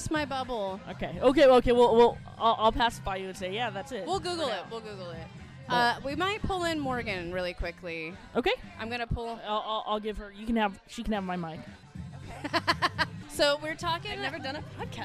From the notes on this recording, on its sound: Coming to you live from The Social Study in the heart of the Fillmore district of San Francisco at the "That's What She Said" monthly speaking event.